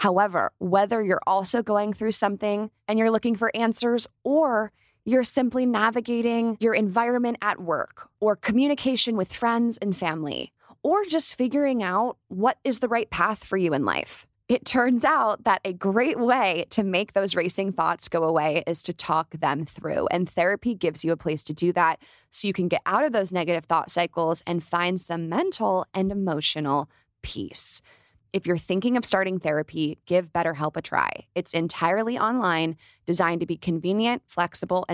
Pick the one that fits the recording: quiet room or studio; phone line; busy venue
quiet room or studio